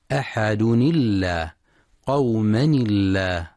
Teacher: يتم وصل أحد بلفظ الجلالة فينطق التنوين في أحد مكسورا، ولذلك تنطق اللام في لفظ الجلالة مرققة عند الوصل